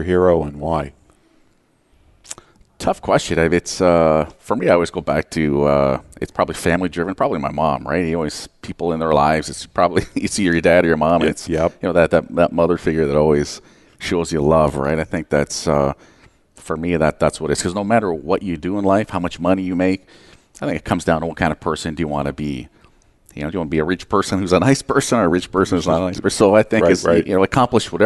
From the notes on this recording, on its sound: Live Broadcast at the The IPBC IGNITE Conference.